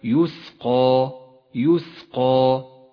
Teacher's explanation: ولاحظ القاف المفخمة والألف التي بعدها تبعتها في التفخيم